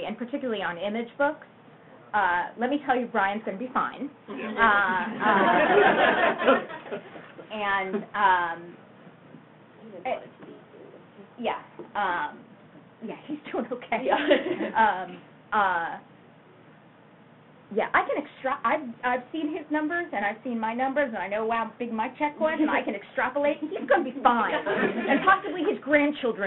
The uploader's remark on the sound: Visited Illusive Comics and Games for an afternoon. This is a live recording of a portion of the event, with no editing or even really any audio tinkering at all, because we're rubbish at that.